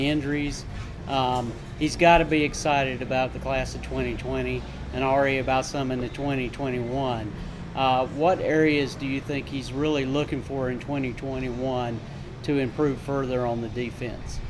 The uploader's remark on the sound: Live From IC's 2020 National Signing Day Event. The IC crew comes to you live from the Hickory Tavern in Carrboro for the 2020 National Signing Day Event. Answer questions from the members of the IC community in attendance.